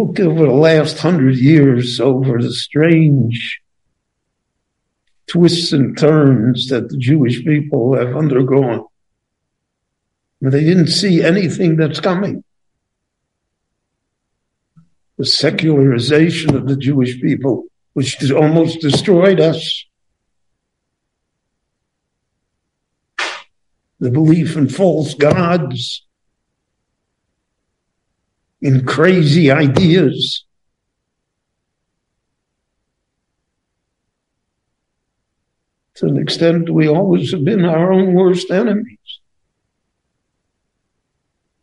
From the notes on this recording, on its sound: The following lecture was given LIVE at Beit Knesset HaNassi in Jerusalem between the Mincha and Maariv prayers.